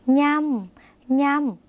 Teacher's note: เป็นเสียงขึ้นจมูกเหมือนในภาษาอีสานหรือในภาษาภาคเหนือนะคะ